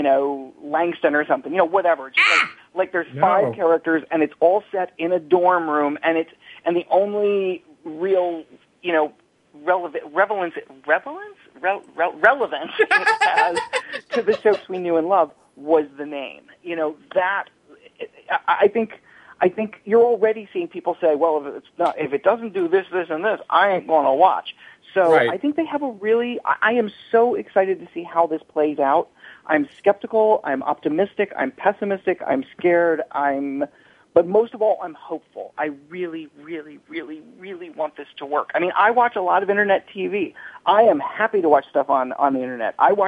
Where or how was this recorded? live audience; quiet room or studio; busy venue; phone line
phone line